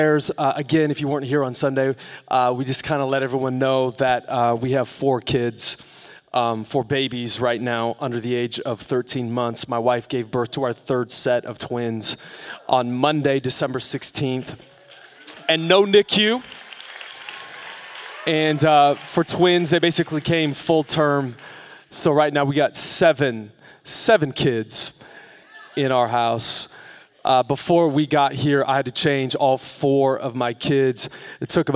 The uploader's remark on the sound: Live from Capital Church on Christmas Eve 2019